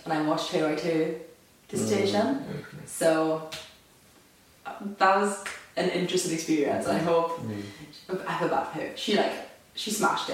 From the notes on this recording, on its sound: Please bear with us regarding the audio quality of this video! Due to some technical difficulties it's not quite what we want it to be.